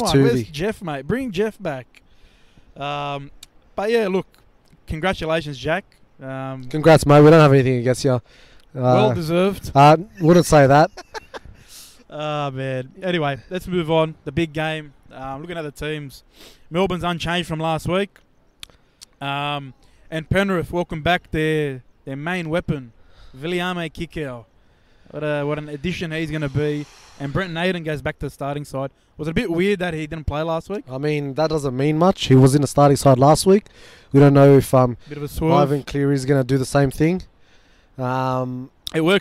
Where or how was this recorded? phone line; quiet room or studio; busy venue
busy venue